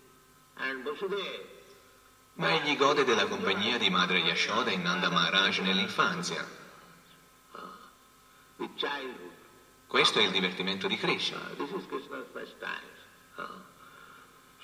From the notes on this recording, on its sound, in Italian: in diretta dal Tempio di Villa Vrindavana